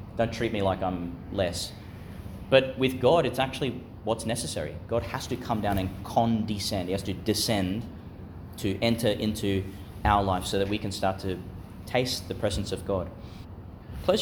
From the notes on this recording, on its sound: delivered in the Chapel of Chanel College, Gladstone, Qld.